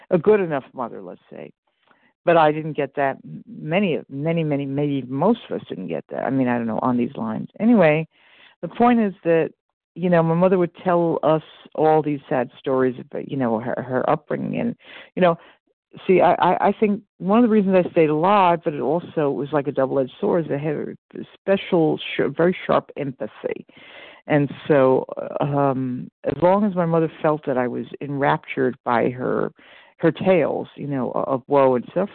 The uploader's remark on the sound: 100 Pounders Phone Meeting